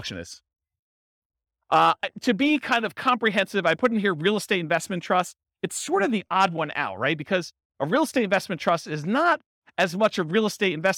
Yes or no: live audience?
yes